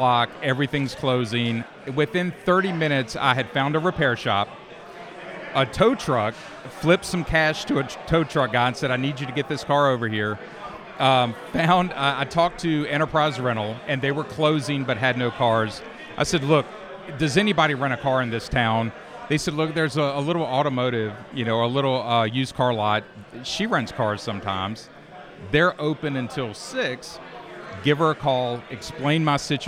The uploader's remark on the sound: live from the Portofino, at the finish of a Cannonball!